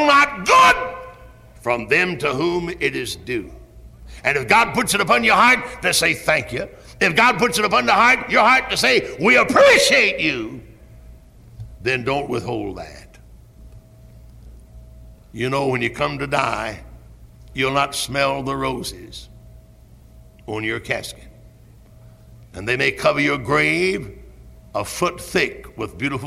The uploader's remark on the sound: Originally preached at Tabernacle Baptist Church in Greenville, SC on July 8, 1973.